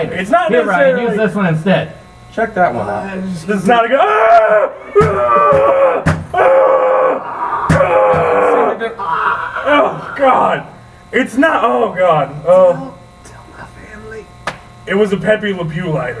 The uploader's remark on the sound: We had a terrible technical error while recording this podcast- so there's a horrid buzzing